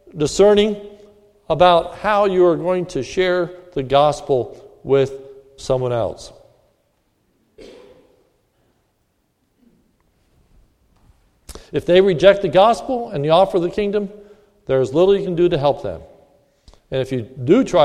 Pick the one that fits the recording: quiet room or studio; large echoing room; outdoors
large echoing room